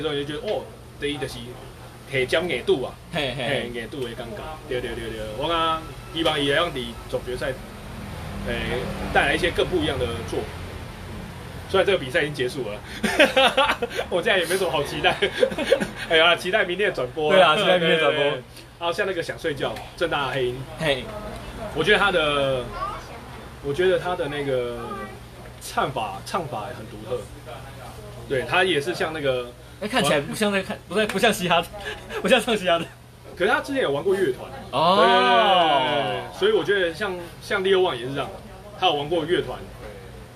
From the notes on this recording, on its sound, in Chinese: 錄音機沒收到聲音…錄音地點：牽咖啡。